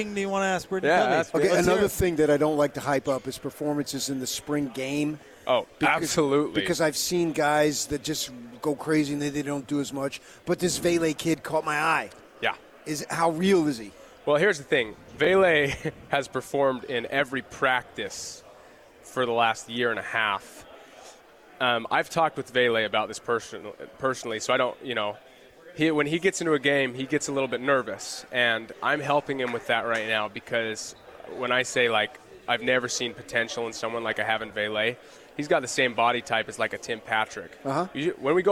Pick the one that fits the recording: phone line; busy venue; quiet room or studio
busy venue